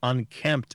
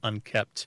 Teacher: that consonant cluster in the middle, that MPT, sometimes makes unkempt sound like unkept